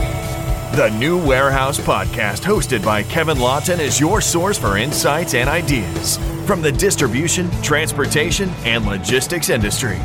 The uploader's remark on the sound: FORT Robotics at MODEX 2022